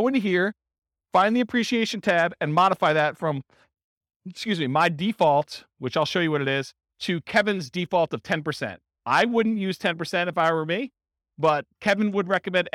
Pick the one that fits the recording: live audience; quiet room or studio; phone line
live audience